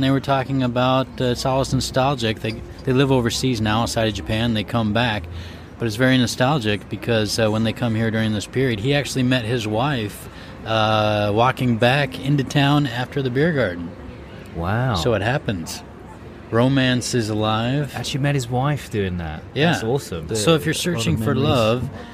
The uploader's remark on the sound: recording at the Beer Garden in Odori Park, which is in the middle of Sapporo City, along with a couple of friends who came to show their support